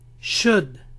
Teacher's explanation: No pronuncien la L.